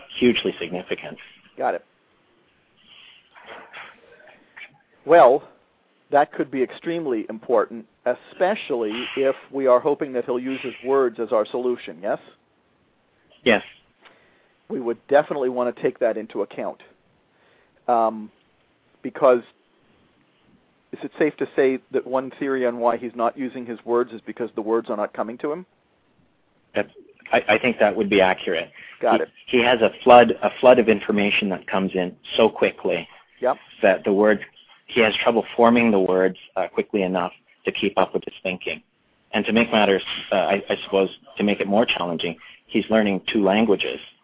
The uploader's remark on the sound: a father who called